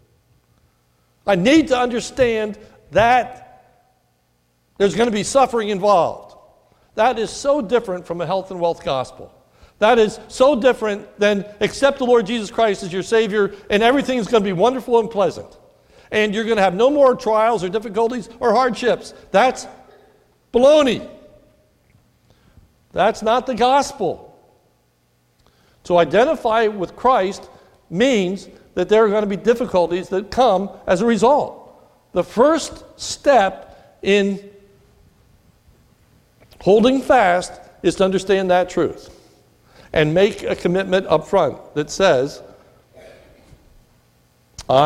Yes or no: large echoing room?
yes